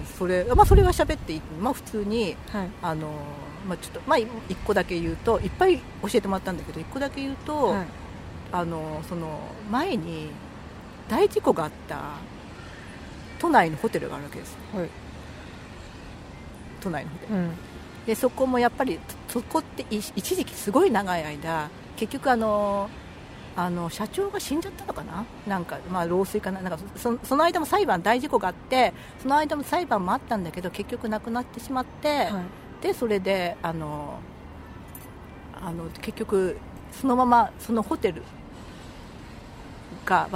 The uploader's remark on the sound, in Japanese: はじめての野外録音なので音量が分からなかったので各自調節よろしくお願いします。若干ホロ酔いなので。